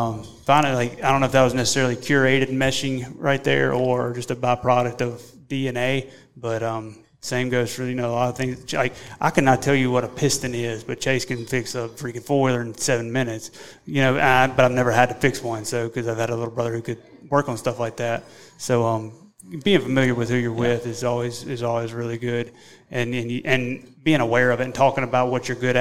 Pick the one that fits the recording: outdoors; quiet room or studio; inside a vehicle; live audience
live audience